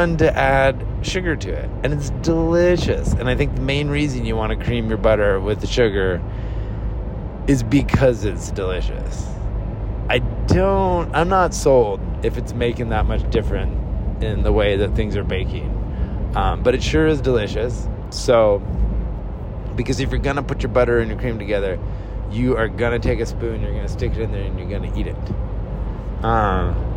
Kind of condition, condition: setting, inside a vehicle